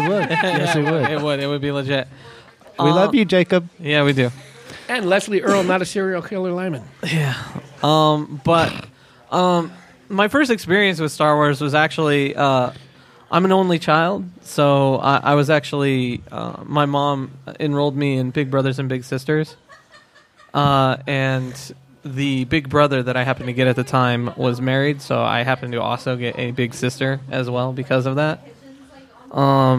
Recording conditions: busy venue